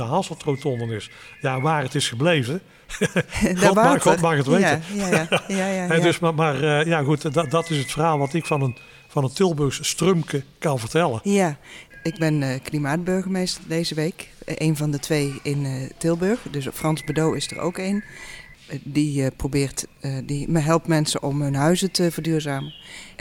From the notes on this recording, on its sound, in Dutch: Opname: 1 november 2022, tijdens de nationale Klimaatweek in de Stadskas, LocHal in Tilburg.